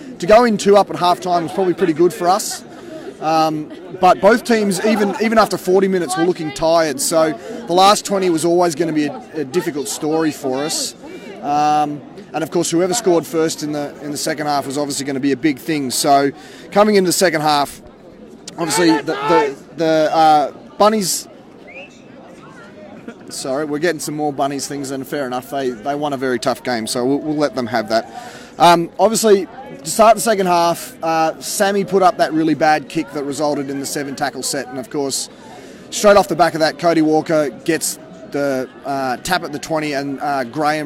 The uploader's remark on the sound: on location at Canberra Stadium